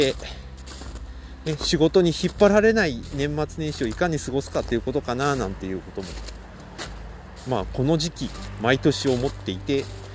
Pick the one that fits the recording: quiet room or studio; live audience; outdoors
outdoors